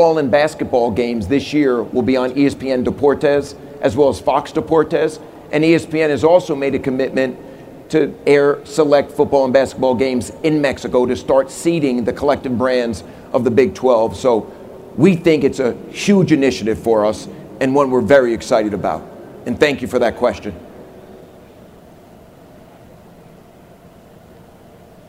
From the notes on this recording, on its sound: press conference at Big 12 Football Media Days